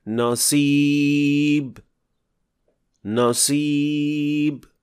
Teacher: not enough raising of the back of the tongue, producing a seen-like sound